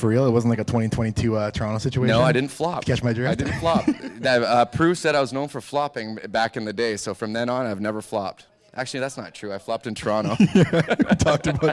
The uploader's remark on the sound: Live From Lions Den In Hamilton